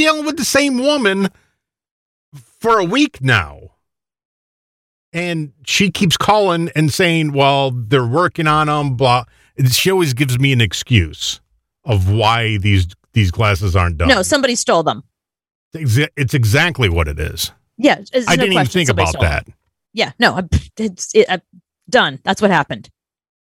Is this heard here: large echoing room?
no